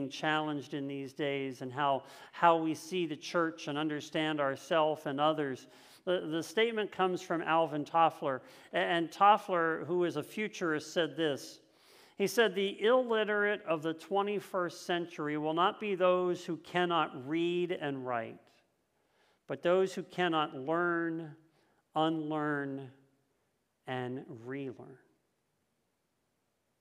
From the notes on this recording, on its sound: This message was first preached on January 2nd 2022 at Linglestown Life Church in Harrisburg PA.